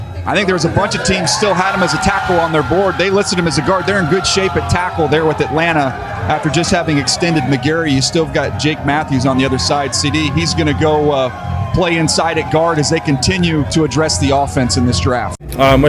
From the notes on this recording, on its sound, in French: En direct de Victoriaville. Notre trio revient avec le contenu enregistré lors des deux soirées de repêchage à Victoriaville. Quelques minutes avant le lancement de la 2e ronde.